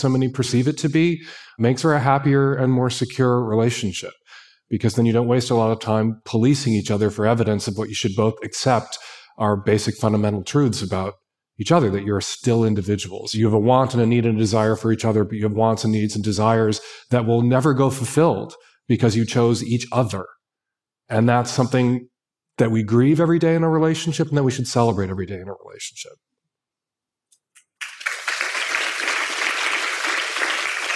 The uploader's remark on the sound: Episode live from Mindvalley's A-Fest Ibiza stage. Have a 3-way round-table discussion.